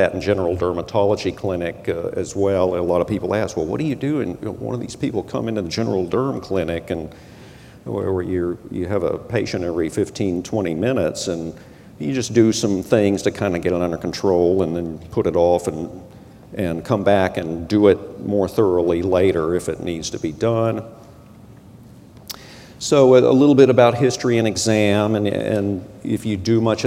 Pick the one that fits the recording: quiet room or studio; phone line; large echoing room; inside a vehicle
large echoing room